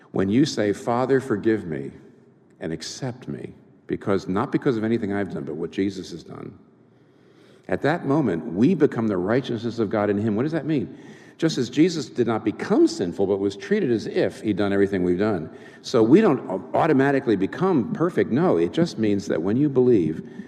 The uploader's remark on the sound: This talk was recorded before a live audience. In New York City.